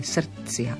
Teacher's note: D sa spodobuje na T, teda mení sa tá výslovnosť, ale nepovieme ani celé T. To je len tak naznačené, srdcia.